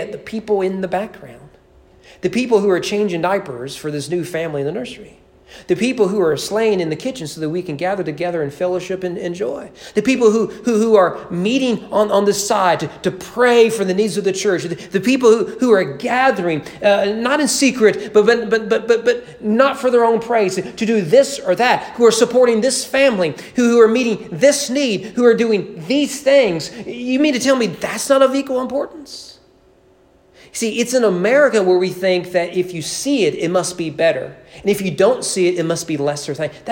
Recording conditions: large echoing room